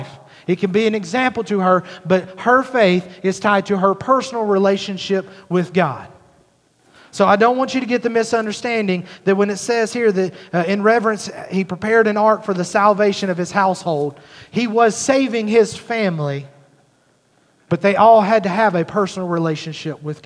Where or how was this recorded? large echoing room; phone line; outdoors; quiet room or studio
large echoing room